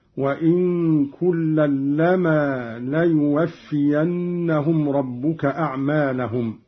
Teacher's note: قرأ قالون بإسكان النون مخففة ويصير عنده إخفاء حقيقيا. لما بتخفيف اللام هكذا.